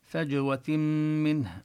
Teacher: نقلقل حرف الجيم وندغم النون التي في التنوين في فجوة بالميم من منه